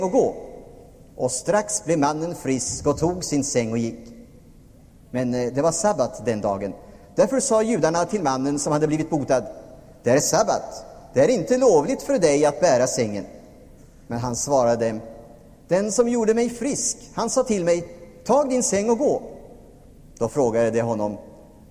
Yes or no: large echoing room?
yes